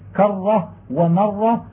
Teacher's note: فإذا كان الحرف المشدد راء وجب على القارئ أن يتحفظ في تشديدها مع إخفاء تكريرها، فيشددها تشديدا بالغا ويخفي تكريرها ولا يظهره، فإخفاء التكرير كأنه زيادة في التشديد، كما أن إظهار الغنة وظهور الإطباق والاستعلاء مع الإدغام نقص في التشديد، فافهم هذا.